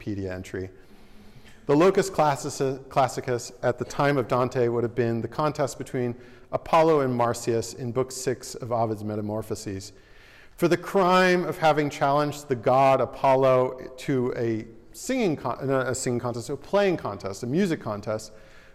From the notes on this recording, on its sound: This lecture was given on October 10th, 2023, at The Ohio State University.